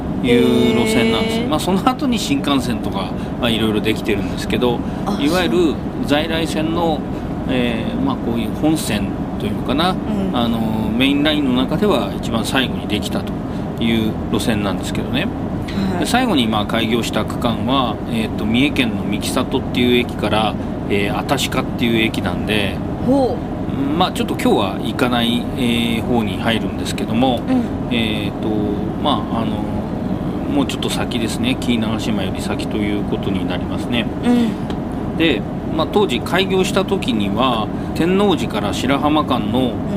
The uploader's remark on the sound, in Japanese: 実車収録。HC85系で紀伊長島まで行って来ました。